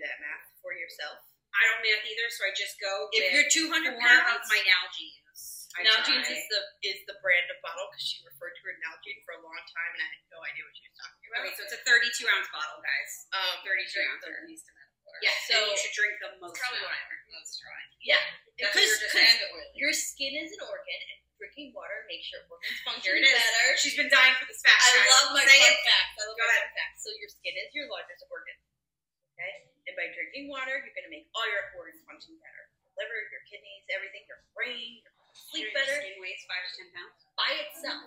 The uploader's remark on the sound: The audio on the episode isn’t great lol we tried.